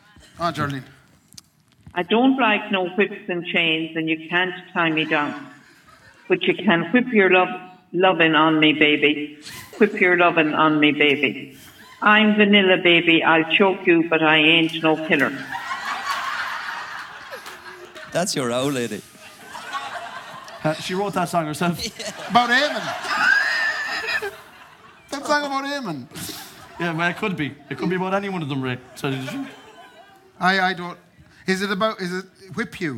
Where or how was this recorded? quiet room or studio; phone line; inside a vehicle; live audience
live audience